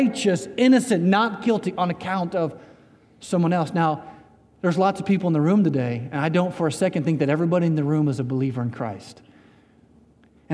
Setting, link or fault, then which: setting, large echoing room